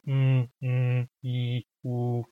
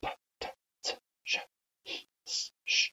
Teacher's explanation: Their sounds like m, m, e, u, and you can hear that these sounds have voice, whereas sounds like p, t, t, sh, s, sh have no voice of their own. Voice means vibrating vocal cords.